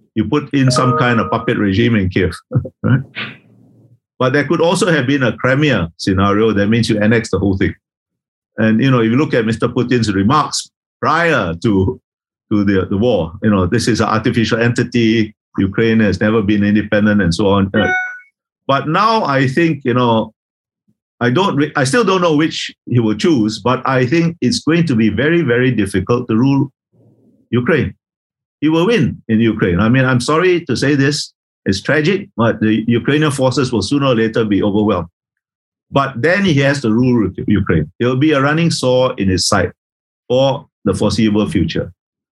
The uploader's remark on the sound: This is a recording of one of our digital events.